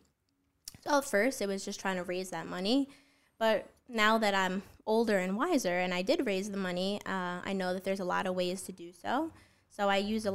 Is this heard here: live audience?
no